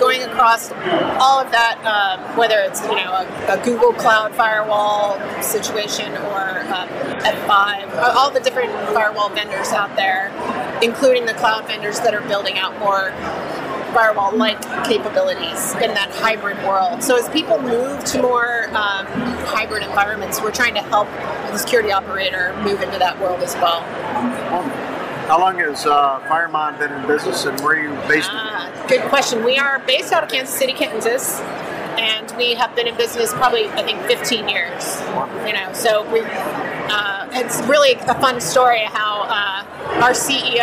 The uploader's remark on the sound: Black Hat Security Conference 2022. Live interviews from the presenters in Las Vegas.